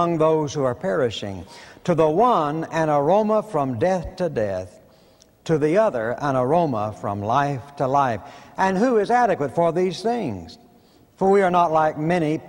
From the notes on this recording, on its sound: preached at Bellevue Baptist Church in 1990